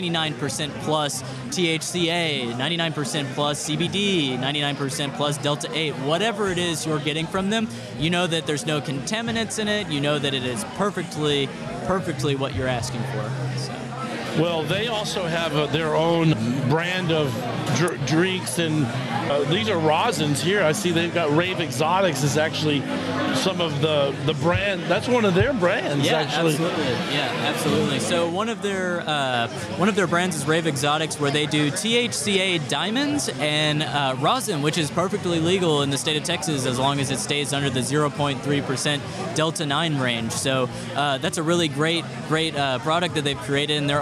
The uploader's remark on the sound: We are live this week from the Texas Cannabis Roundup in Dallas TX at the Longhorn Icehouse.